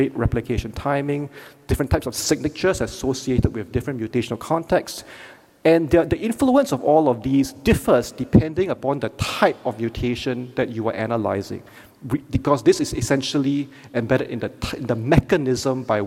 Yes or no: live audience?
yes